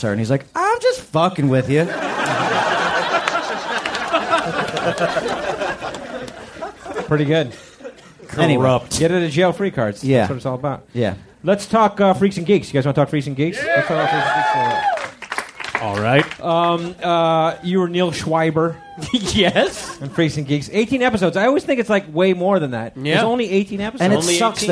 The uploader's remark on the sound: Our first LIVE podcast. Recorded at the Punchline Comedy Club in San Francisco for SF Sketchfest.